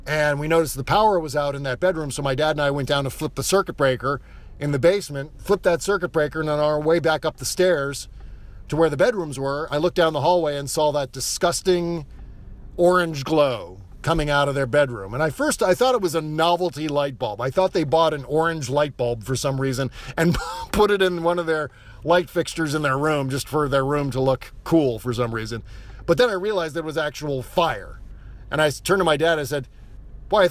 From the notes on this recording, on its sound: Podcasting from the evacuation zone near the catastrophic Santa Rosa, CA firestorm. I recorded the show in my car, parked at the intersection of Piner Rd and Coffey Ln, a few blocks from the devastation shown in the attached photo. The audio and show format are different due to recording on an iPhone without all of our usual fun noises, etc.